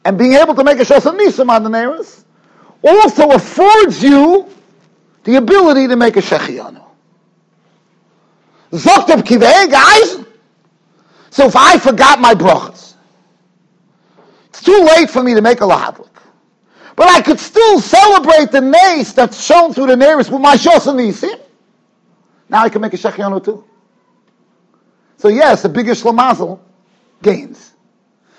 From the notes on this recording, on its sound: Shiur recorded in Yeshivas Ohr Reuven, Monsey, NY.